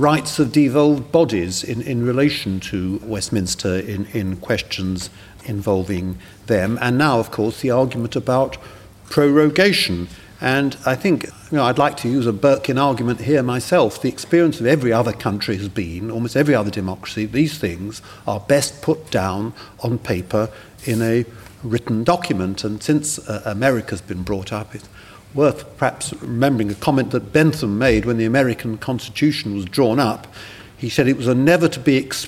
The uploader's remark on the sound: Audience Questions